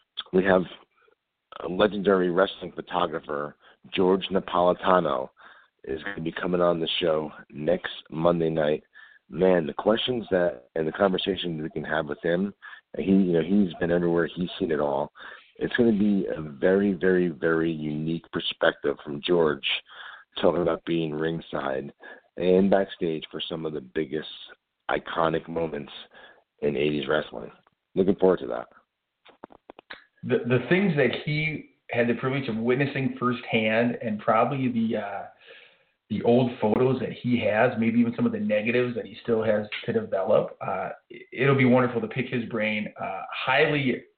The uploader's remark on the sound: We are joined LIVE on air by former WWE Diva. We take your calls LIVE on air!